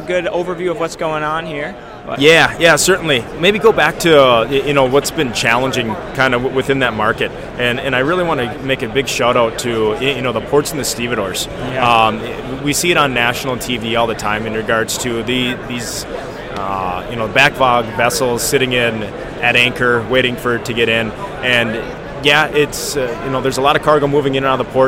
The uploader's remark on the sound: LIVE From The Breakbulk Americas 2022 Trade Show Floor